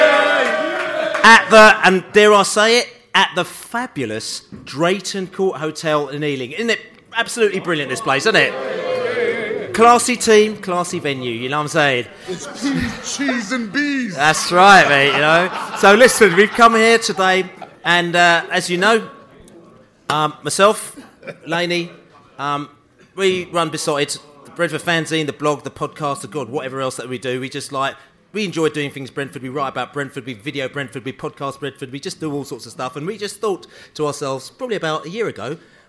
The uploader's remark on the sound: They had the audience in stitches - cracking joke after joke. At the fabulous Drayton Court Hotel in Ealing to see the season off in style at their end of season Pride of West London Bees-Up.